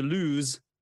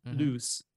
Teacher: so to lose has the voiced z, and loose is the unvoiced s